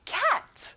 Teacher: 에 발음이라서 입을 크게 벌려보는 거예요.